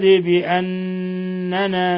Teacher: واشهد بأننا، النون الأولى مشددة، بأننا، والنون الثانية مخففة، فالنون الأولى لها غنة مقدار حركتين